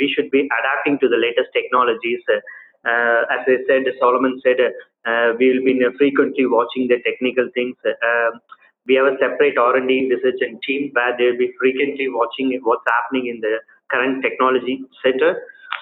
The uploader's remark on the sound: This is a recorded skype call, I apologize about the audio quality.